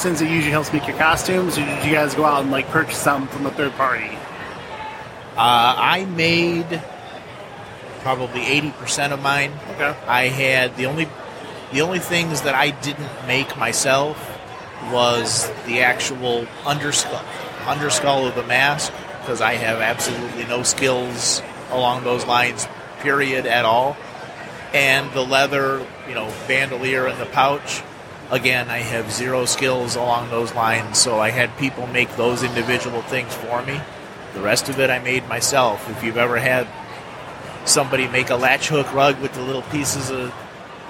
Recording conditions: busy venue